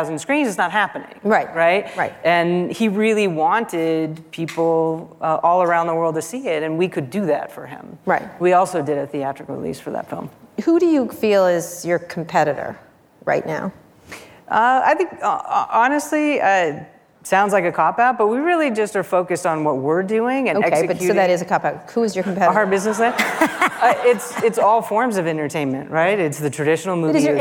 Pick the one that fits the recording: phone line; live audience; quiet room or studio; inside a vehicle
live audience